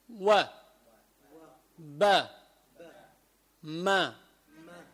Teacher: فمنقول أف أف أف بهذا الشكل. ثم الواو والباء والميم تخرج من الشفتين · Term: حروف الشفوية